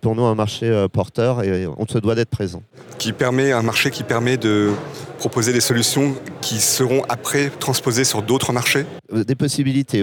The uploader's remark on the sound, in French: Une interview enregistrée sur le salon World Nuclear Exhibition (WNE).